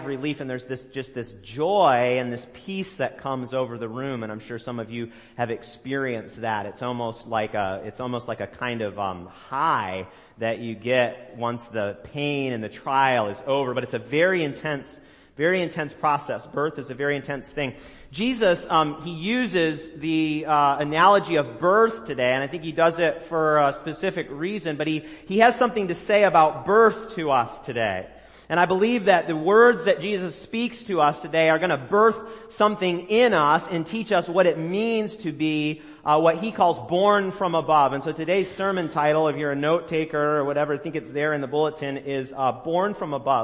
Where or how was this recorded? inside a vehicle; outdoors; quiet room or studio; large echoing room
large echoing room